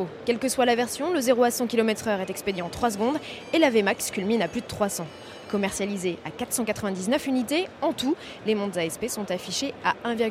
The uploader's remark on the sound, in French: En direct du Mondial de Paris 2018. Auto Plus vous propose un tour d’horizon des plus belles sur ce salon.